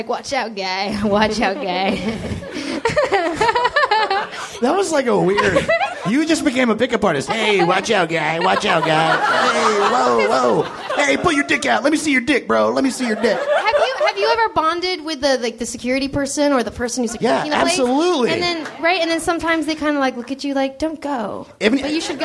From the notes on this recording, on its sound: on stage live at Nerdmelt